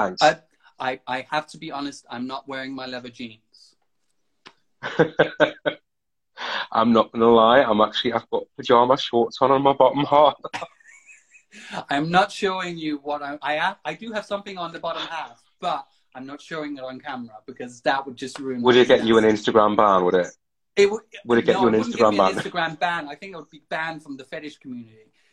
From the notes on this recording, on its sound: Recorded on 1 August 2020 on Instagram Live